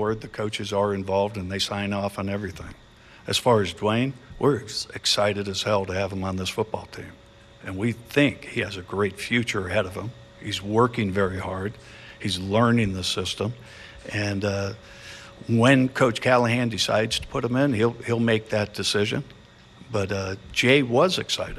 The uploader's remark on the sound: Press conference. Speaks with the media.